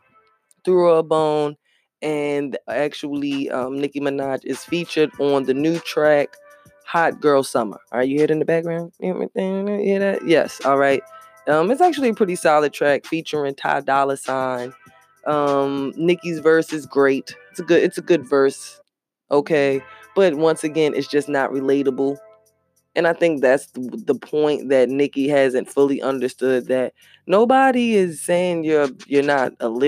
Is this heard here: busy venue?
no